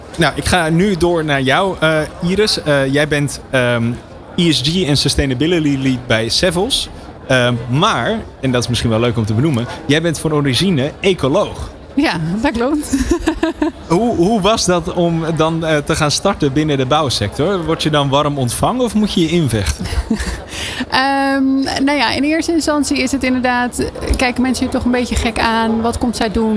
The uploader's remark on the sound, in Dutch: New Business Radio op de PROVADA 2023. Je hoorde New Business Radio LIVE vanuit de RAI Amsterdam.